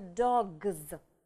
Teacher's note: у нас г звонкий звук, поэтому буковка s будет читаться тоже звонко